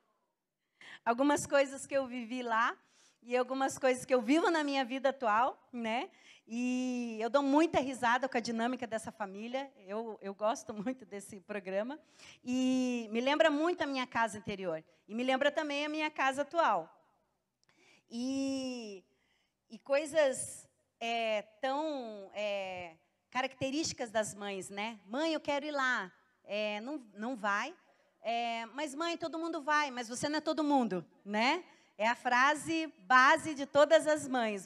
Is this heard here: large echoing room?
yes